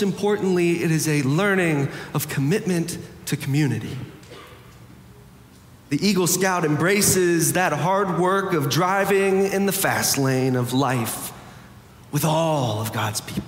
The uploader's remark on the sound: Preached on February 5, 2023 for our Sanctuary and MorningSong Worship Services.